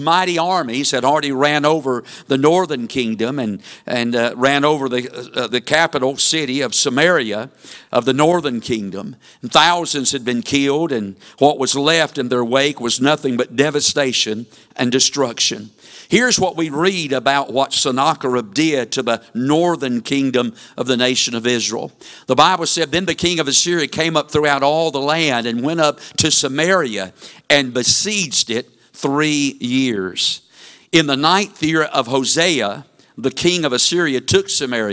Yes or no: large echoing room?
yes